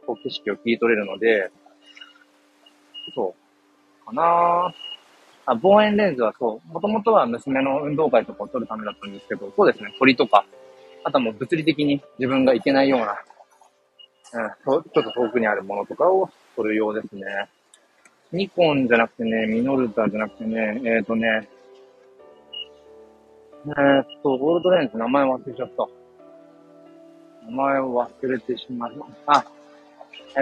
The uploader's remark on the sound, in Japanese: 人生初の名古屋駅周辺を散策中。